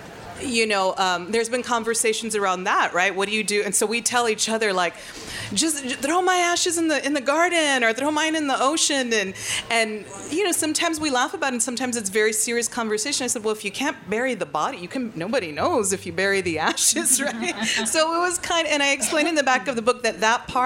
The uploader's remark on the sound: Remarks made at the 2018 Tucson Festival of Books at the Nuestras Raices stage.